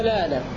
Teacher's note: القصر فقط في الألف التي بعد اللام هكذا الآن، وبه قرأ الإمام الداني أو ذكره الإمام الداني في كتابه الجامع.